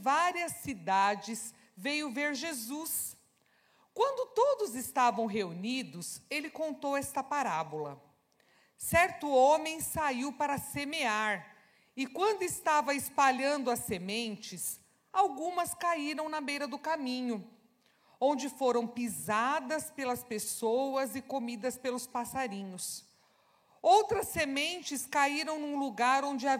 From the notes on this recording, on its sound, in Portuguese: Celebração ao vivo